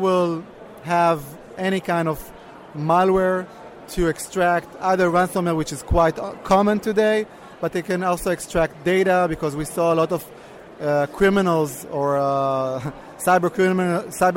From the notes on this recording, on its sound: Both interviews were recorded earlier this year at InfoSec 2018.